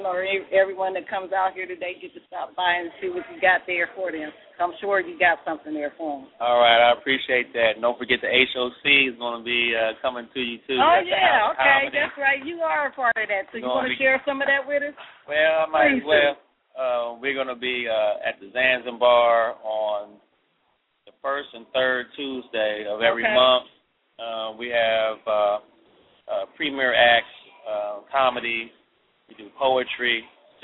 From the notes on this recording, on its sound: broadcasting live in Columbus, Ohio at the Shoppes at 1030 Alum Creek Drive